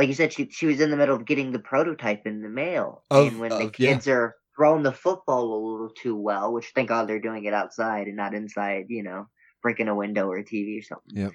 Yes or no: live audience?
no